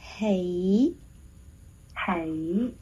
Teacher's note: 是一个气音，好像有一口气探出来的时候，发出来的时候呢，连着这个音一起发，吸一口气，嘿，对，飞，个。这个脚啊也是非常欺负人的，很容易发成了咯咯，反正这个口腔里面的动作它是很复杂的。来，我们来体会一下